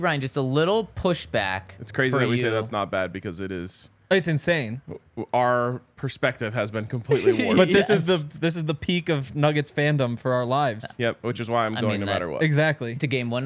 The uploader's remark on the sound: coming to you LIVE from the DNVR Bar